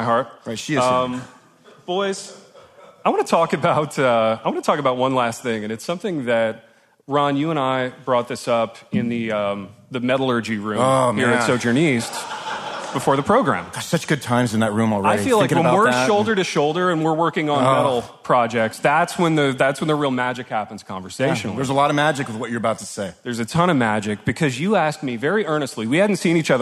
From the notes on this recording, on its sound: LIVE IN LOUISVILLE. Gathered with 80 of their closest friends for sheet cake, coffee, and decadence.